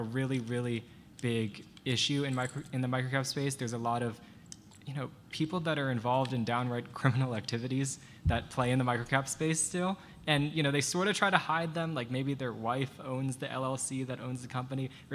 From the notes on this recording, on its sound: LIVE in VEGAS. This interview was recorded live at the Planet MicroCap Showcase: VEGAS 2023. All followed by Q&A from the audience.